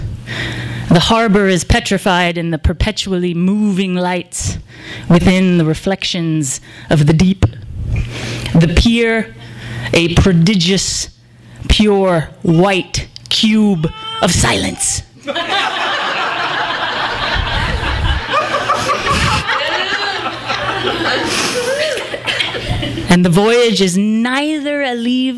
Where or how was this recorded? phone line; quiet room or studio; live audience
live audience